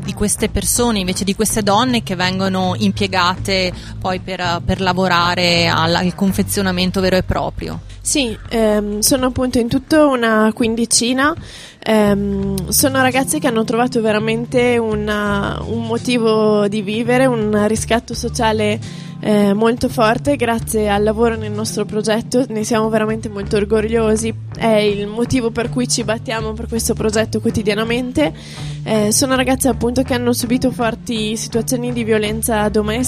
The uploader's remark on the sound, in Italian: In questa puntata speciale in esterna, in diretta da piazza Fiera in occasione del Festival dell'Economia